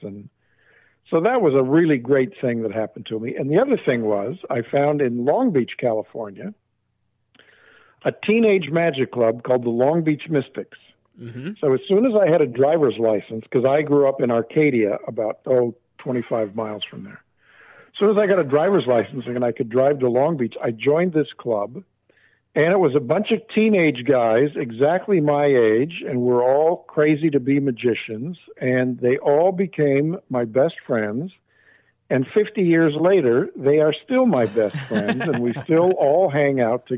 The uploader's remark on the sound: an over the phone chat